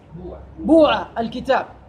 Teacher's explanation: فنضم الباء. نقلب حرف العلة واو. فتقلب أو يقلب حرف العلة واوا لمناسبة الضمة. · Term: إخلاص الضم